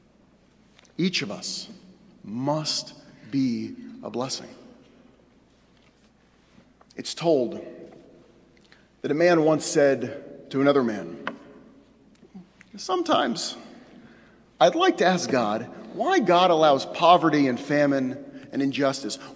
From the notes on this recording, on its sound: Delivered on Rosh Hashanah at Temple Emanu-El on 9-29-11